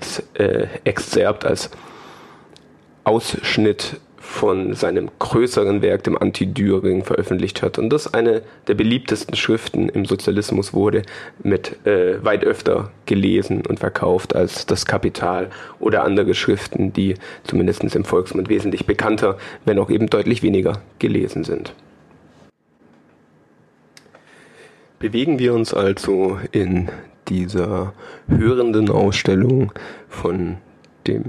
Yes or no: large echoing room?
no